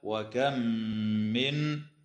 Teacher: تدغم الميم الساكنة في الميم مع الغنة